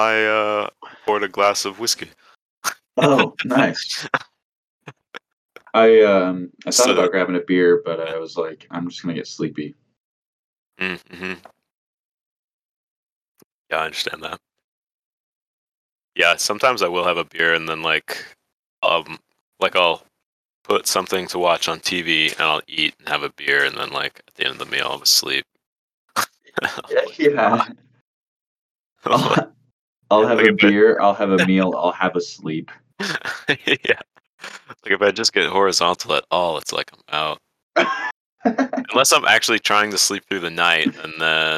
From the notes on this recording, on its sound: mic gets better at 11:30